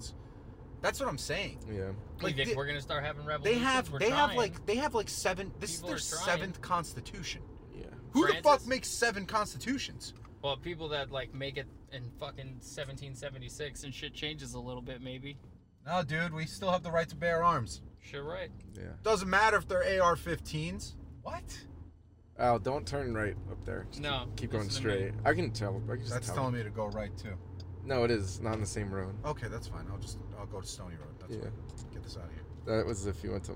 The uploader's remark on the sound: Whatever else pops into their heads while driving. This was recorded in a car so audio quality will have some outside noise. You will know we are in a car.